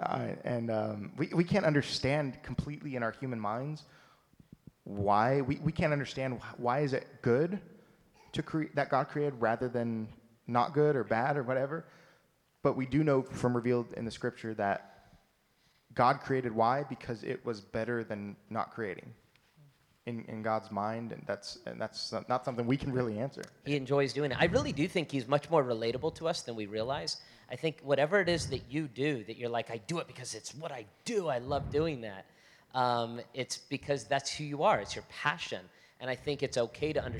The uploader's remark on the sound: On stage for a live Q&A from the audience. From the Hillside Gathering.